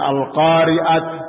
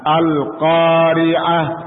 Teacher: Al-qari'ah terakhirnya adalah ta marbutoh. Ta marbutoh apabila diwakafkan, disukun, berubah menjadi ha. · Shown in: second take · Jangan al-qari'at.